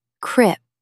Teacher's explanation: Stress the first syllable.